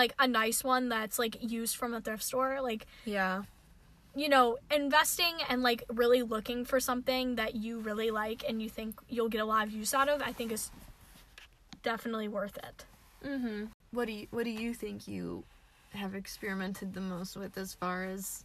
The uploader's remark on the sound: we recorded this episode in a parking lot so tune in as we are flirted with (or threatened) by another car that decided to join us